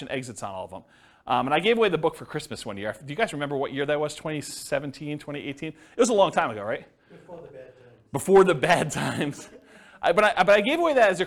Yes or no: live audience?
yes